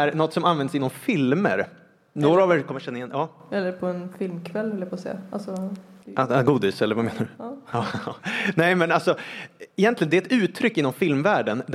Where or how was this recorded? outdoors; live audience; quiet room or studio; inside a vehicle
live audience